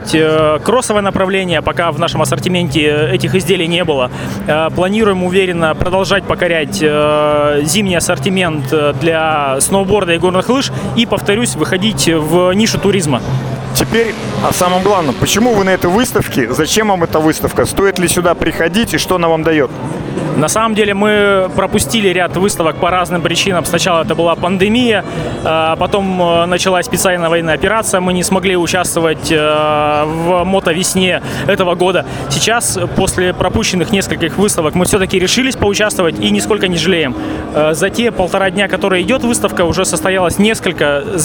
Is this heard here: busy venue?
yes